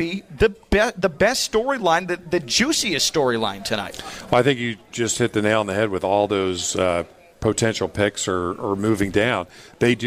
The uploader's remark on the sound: Draft Day Live From Palm Beach Kennel Club. On site at the Palm Beach Kennel Club at the Paddock Restaurant.